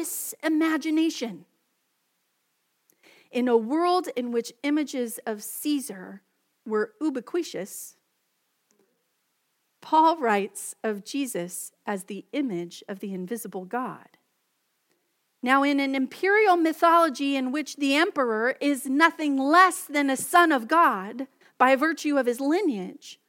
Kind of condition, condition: setting, large echoing room